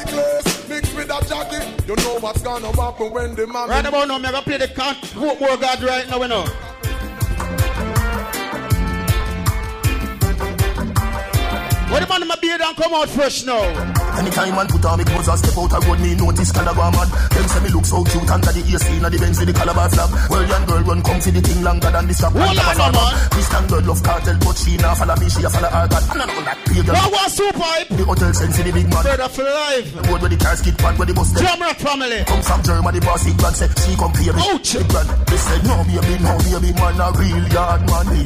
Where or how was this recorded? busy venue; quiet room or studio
busy venue